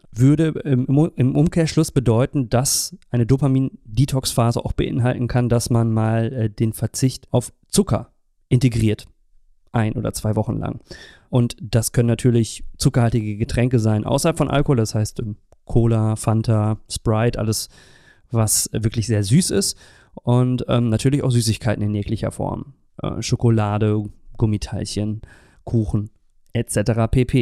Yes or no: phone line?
no